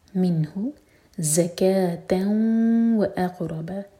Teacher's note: یہ ز buzzing sound کے ساتھ اور زکا واو کے اوپر جو ہے الف ہے، یہ زکا وا نہیں پڑھنا زکا تو واو کینسل ہو گیا ہے.